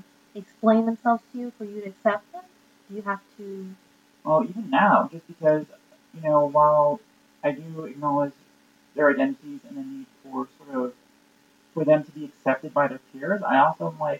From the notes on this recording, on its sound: Our one regret is the sound quality (we had some acoustics problems while being “on the road”/mobile as a podcast crew).